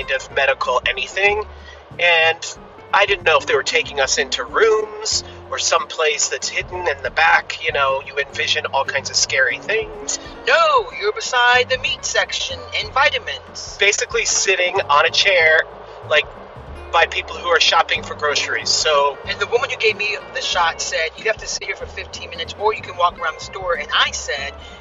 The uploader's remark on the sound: A trip to get our first round of COVID 19 vaccinations! First segment is driving there, second segment is driving home.